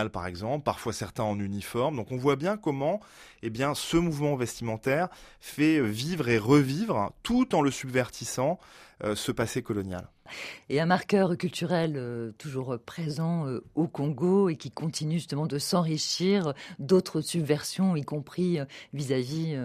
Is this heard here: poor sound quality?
no